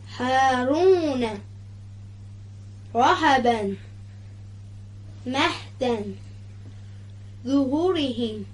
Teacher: هنگام تلفظ حرف ها هوا رو از بین تارهای صوتی به صورت سایشی عبور بدیم، یعنی کاری نکنیم که صدای حرف قطع بشه.